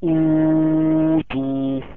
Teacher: مثال: امنوا ايمانا، شفت الهمزه الاول اهي، إيمانا أوتو، أهي الهمزة الأول مضمومة وجاي بعديها حرف الواو ساكن سكون ميت · Term: مد البدل